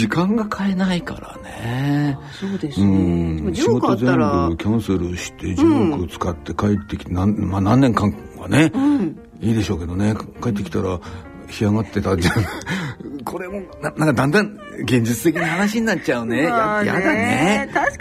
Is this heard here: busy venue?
no